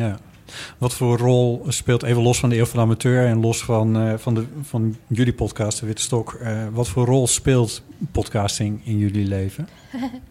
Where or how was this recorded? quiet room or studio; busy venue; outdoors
busy venue